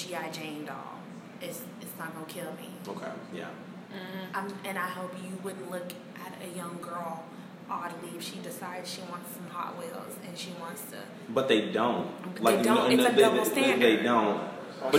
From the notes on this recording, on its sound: apologize for the background noise